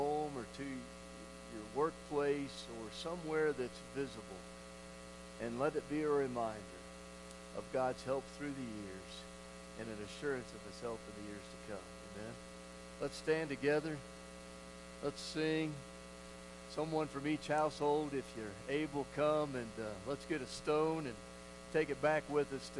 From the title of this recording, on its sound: Woodland Life Church Live